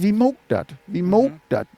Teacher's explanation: das ist noch nicht mal ein richtiges O, sondern das ist sogar so ein Diphthong, der geht von O nach U.